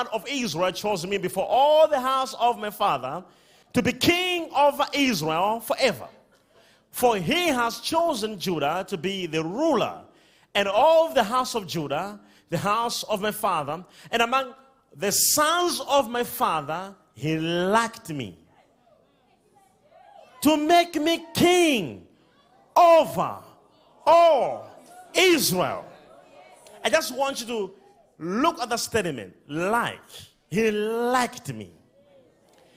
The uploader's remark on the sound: DIPLOMATIC SERVICE LIVE | ECG CHURCH